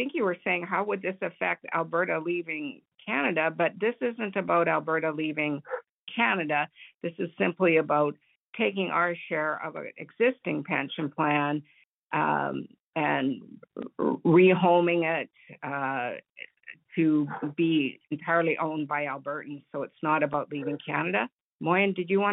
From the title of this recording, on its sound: Southern Alberta Telephone Town Hall